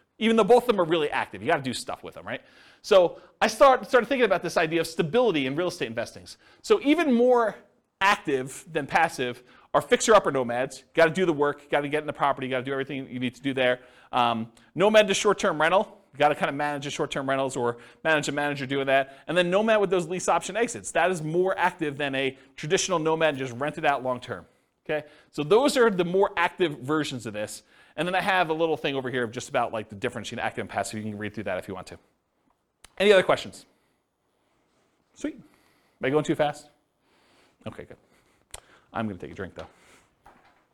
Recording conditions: live audience